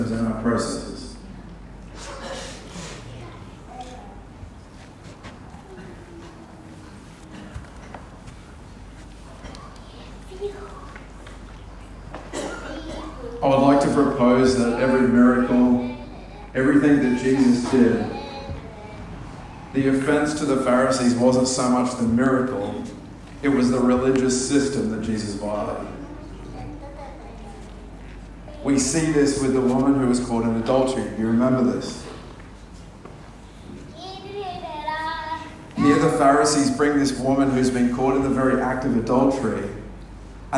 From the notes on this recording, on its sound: Please note sound quality may not be as clear as normal.